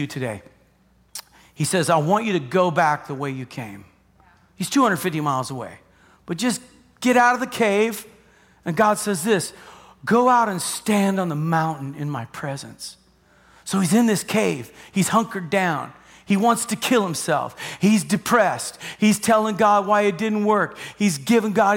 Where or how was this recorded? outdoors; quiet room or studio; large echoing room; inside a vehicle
large echoing room